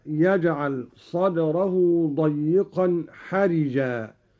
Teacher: قرأ قالون بكسر الراء